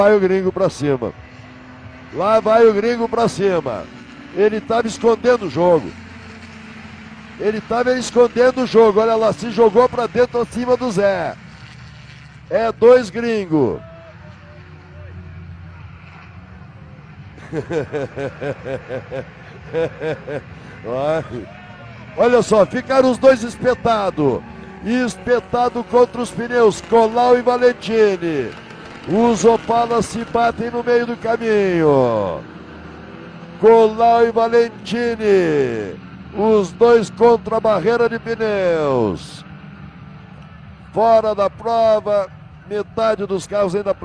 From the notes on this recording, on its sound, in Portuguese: Transmissão AO VIVO da 1ª Etapa 2022 (corrida 2), da Copa Classic RS, direto do Autódromo de de Guaporé (RS), como preliminar das 12 Horas de Guaporé.